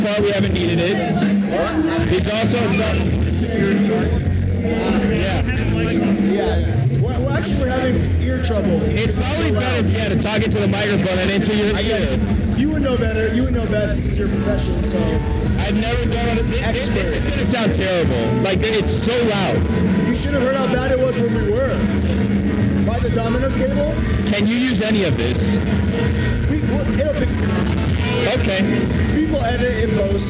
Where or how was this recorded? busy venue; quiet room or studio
busy venue